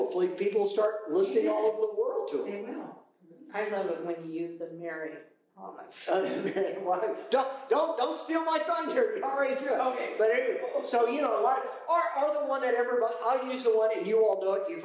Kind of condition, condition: fault, poor sound quality